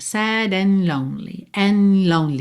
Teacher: O dedo and é que a gente não ouve mesmo, sad and lonely, você já tá com a língua no céu da boca pro N, N, e já sai dali pro L